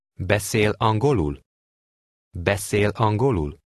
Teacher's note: It rises through the next to last syllable. Then at the last syllable, it falls sharply. · Term: question intonation